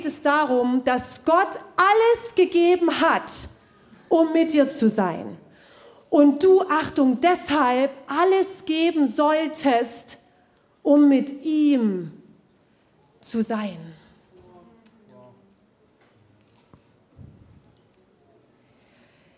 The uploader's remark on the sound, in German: Zeal Church Dresden. Audiomittschnitt der Predigt vom 03.12.2023 im Kurländer Palais in Dresden.